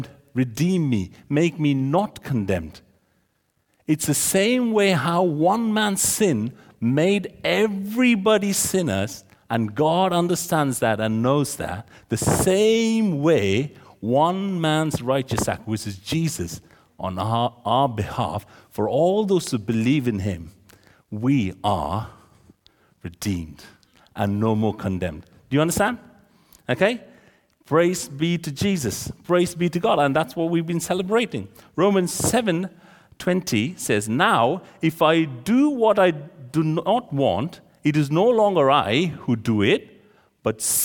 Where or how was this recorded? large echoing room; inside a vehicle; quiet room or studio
large echoing room